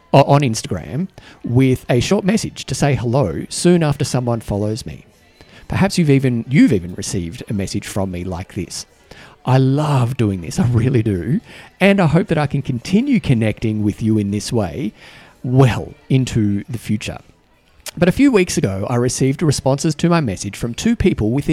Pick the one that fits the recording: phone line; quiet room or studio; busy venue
busy venue